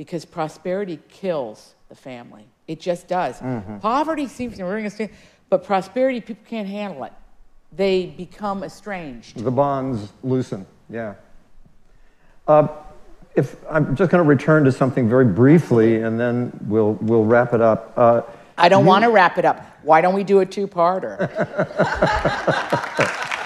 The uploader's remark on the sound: In this live audience episode.